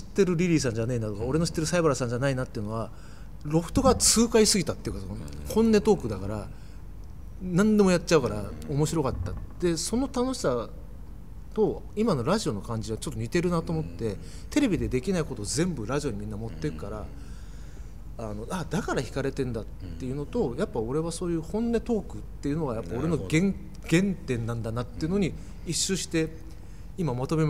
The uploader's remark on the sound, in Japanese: 収録場所：東京カルチャーカルチャー（渋谷）